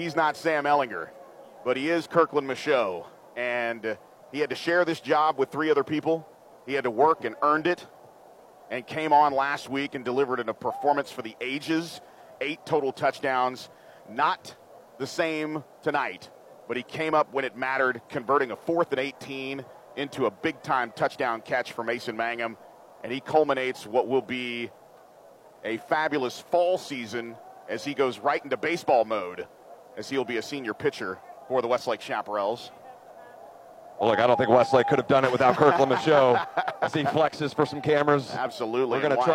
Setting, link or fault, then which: setting, busy venue